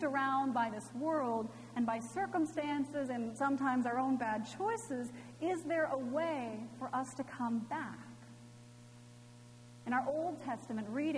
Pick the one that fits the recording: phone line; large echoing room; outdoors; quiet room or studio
large echoing room